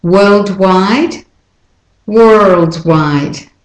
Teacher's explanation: Were, it's always were, worldwide. Even though you see or written there, it's said as er.